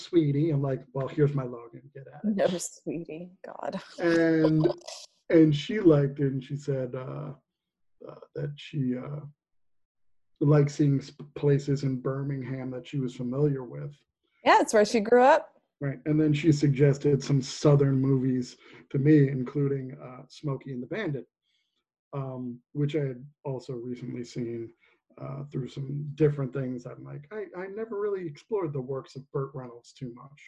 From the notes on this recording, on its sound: record online